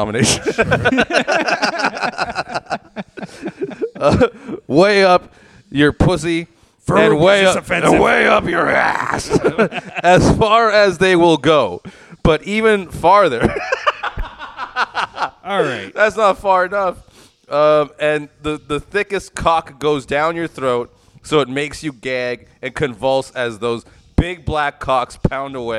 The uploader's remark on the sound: recorded at Rivals Sports bar